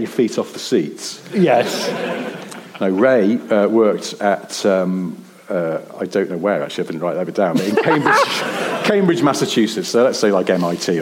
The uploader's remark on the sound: Record in front of an audience in a theatre, basically in Glasgow.